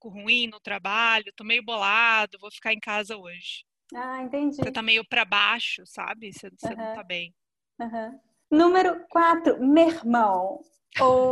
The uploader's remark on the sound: We had a long conversation via Zoom, and I recorded the conversation